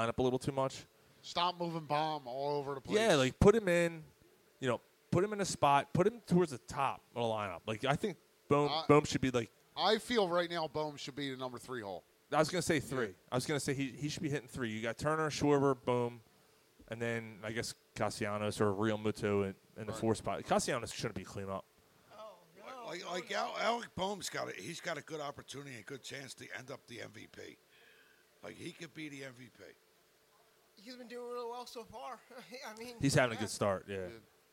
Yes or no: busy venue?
yes